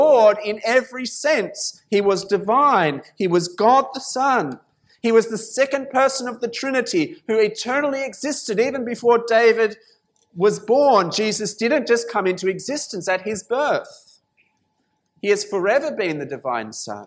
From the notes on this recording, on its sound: This sermon was preached at St Mary's Cathedral, KL on 3rd February 2019.